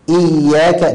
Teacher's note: القارئ إذا شدد الياء لا يبالغ في تشديدها لئلا تتحول إلى شبه الجيم، لأن حرف الياء المشددة أو الياء المفتوحة تخرج من وسط اللسان، والجيم أيضا يخرج من وسط اللسان.